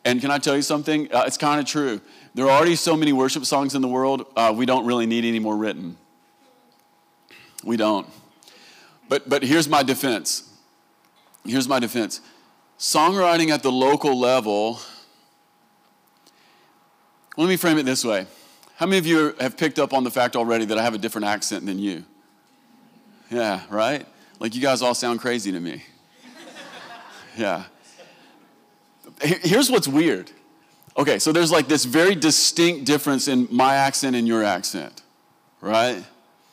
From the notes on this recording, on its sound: Recorded live at the Vineyard worship gathering "Come Holy Spirit" in June 2023.